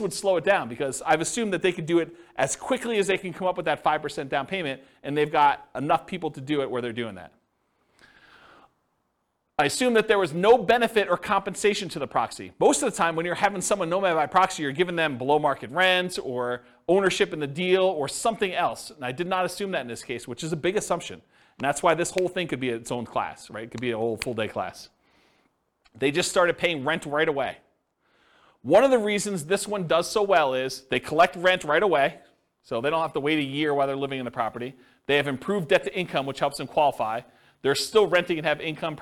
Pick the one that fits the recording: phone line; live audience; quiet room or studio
live audience